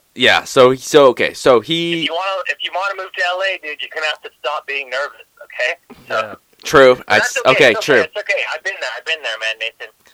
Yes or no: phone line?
yes